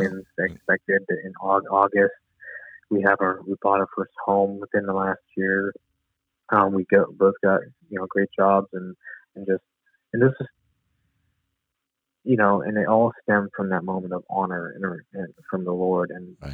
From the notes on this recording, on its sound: Location: Phone Interview